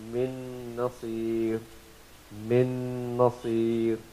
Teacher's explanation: hear the nasalized sound, the sound of gunna, of this sakin noon will remain